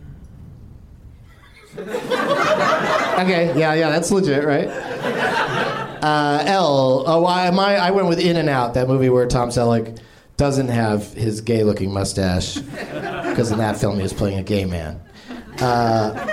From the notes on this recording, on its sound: Live from The NerdMelt Showroom in LA